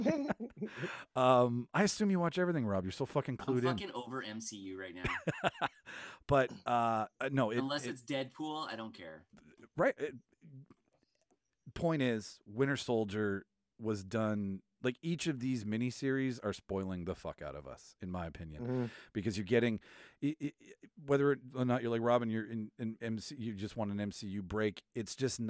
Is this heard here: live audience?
no